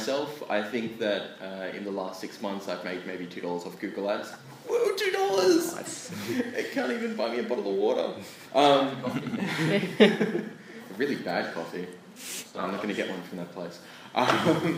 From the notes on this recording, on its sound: PAX Australia Panel. PAX Australia featured a plethora of panels covering a huge variety of topics. Hear stories from five folks.